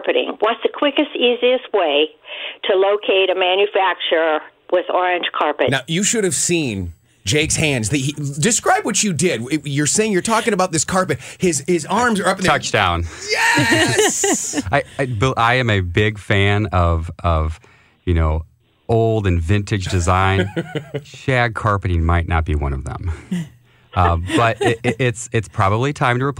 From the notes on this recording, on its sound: Listener phone calls about decks, carpet, and electrical problems.